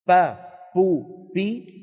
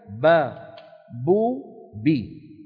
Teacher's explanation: ليس مع الباء العربية هواء متدفق · Shown in: second take · Term: مجهورة